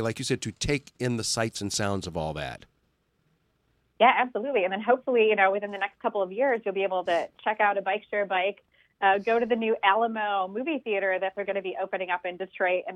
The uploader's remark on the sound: Special guest on the phone